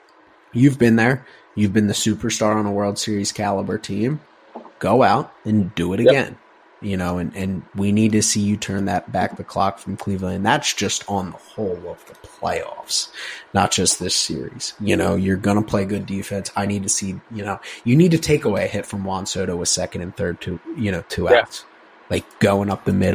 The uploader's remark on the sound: Coming live from the Honda Accord